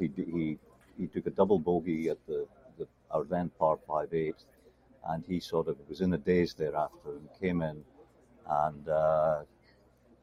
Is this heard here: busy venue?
yes